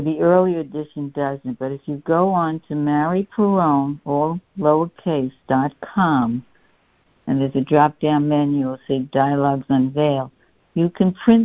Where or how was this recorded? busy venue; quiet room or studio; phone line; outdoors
phone line